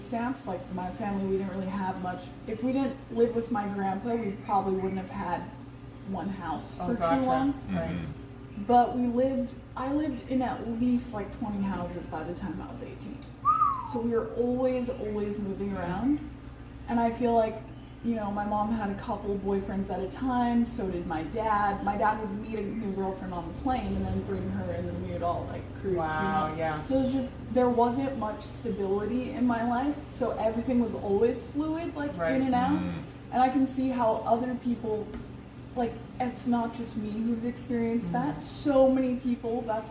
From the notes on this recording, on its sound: Unfortunately our travel livestream audio kit needs updating, and we also had to work around the lawncare guys showing up unexpectedly.